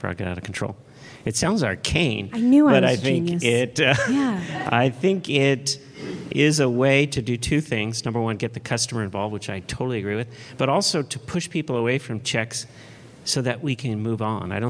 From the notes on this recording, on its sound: This recording is from Fintech Nexus USA held at the Javits Center in New York City on May 10-11, 2023. From the Fraud Fight Club track.